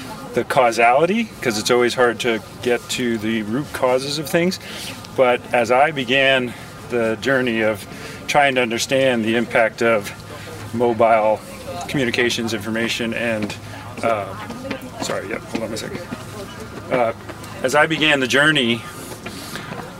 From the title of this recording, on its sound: Takin A Walk in the Public Garden in Boston